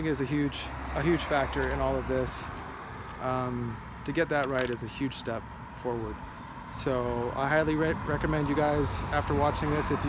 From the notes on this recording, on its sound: "walk and talk". I apologize in advance for the "noise" (mostly the handout I was holding in my hand). I was recording video for the first time, looking at the rear camera of my phone (not able to see myself).